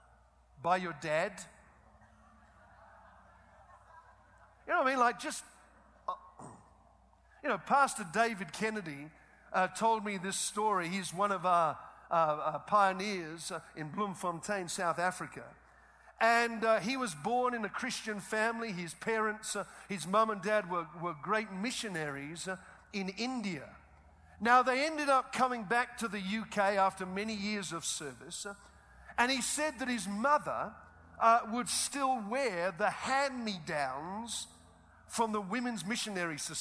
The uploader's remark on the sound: Preached 2009 Winter Prescott Conference.